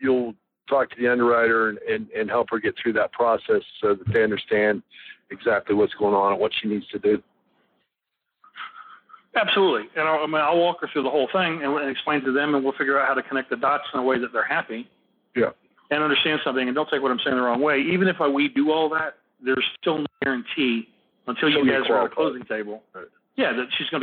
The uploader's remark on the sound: Live Call. Impromptu phone call.